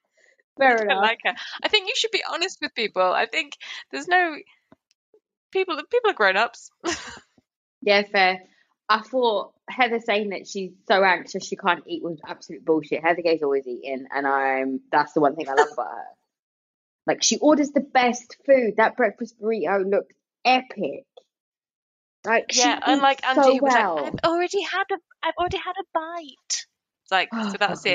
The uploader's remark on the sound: We tried a new way to record and the sound is off for this episode. I edited the best I could, but it's not great.